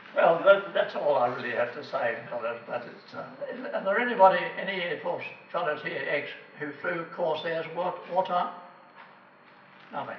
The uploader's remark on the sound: This recording was made on the 14th of May 2011 at the Cambridge Club, in Cambridge at the Wings Over New Zealand Aviation Forum’s annual gathering, which this year was the Forum Meet and Veterans Day.